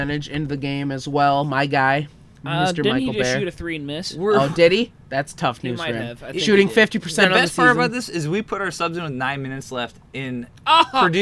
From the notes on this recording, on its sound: We have another live recording during the Iowa/Nebraska game.